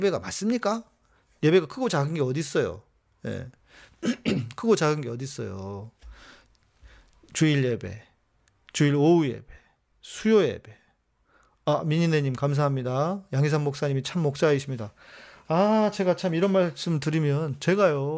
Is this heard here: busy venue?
no